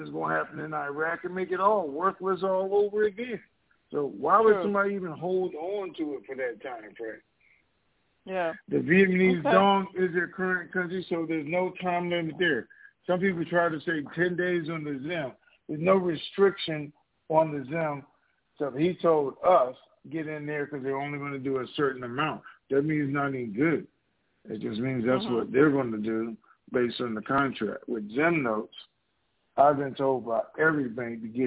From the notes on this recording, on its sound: TNTSuperfantastic Conference Call